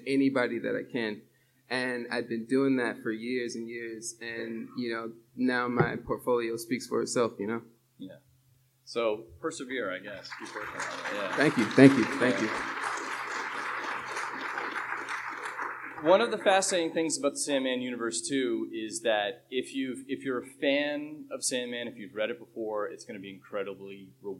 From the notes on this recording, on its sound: Recorded July 20, 2018 at San Diego Comic-Con International.